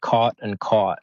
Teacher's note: These two words, they sound different in Australian English, but in American English they would say them, the vowel would be the same, so it would be cot and caught, sort of that kind of thing.